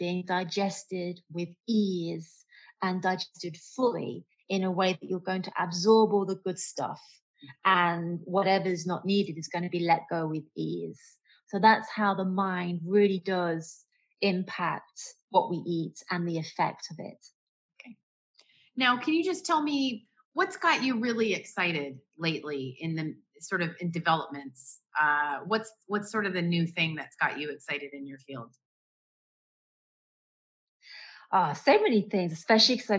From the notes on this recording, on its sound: has a Zoom chat